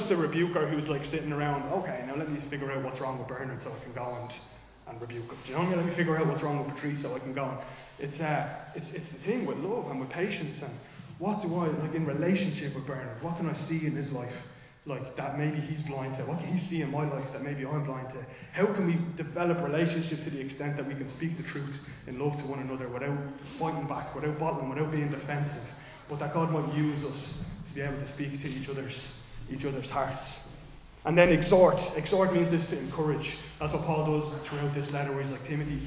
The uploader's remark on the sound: Recorded live in Liberty Church on 14 January 2024